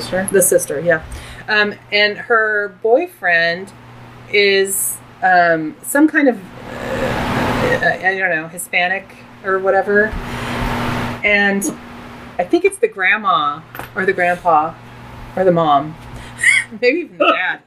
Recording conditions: sounds in the background